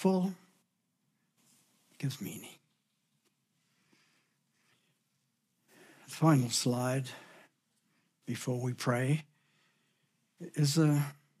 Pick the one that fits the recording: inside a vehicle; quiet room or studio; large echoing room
large echoing room